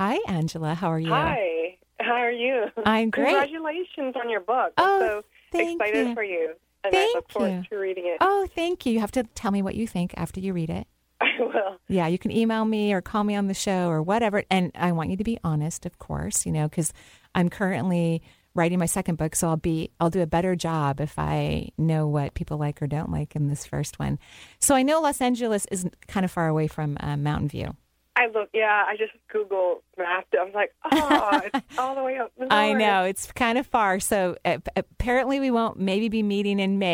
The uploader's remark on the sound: On the radio today taking your phone calls.